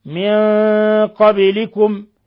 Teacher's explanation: ولا يخفى قلقلة الباء من لفظ من قبلكم لأنه من حروف قطب جد. · سنن الذين من قبلكم، نون ساكنة جبعد القاف، إخفاء حقيقي، ولاحظوا تفخيم الغنة لأنه جاء بعد النون حرف استعلاء، حرف استعلاء، حرف مفخم.